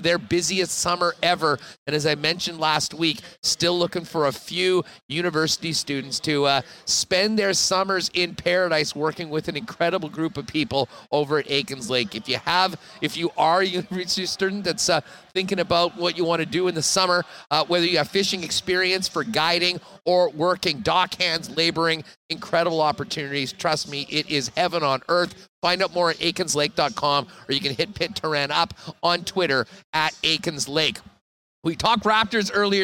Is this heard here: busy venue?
yes